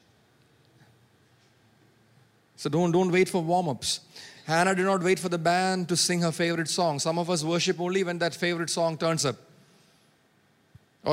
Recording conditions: large echoing room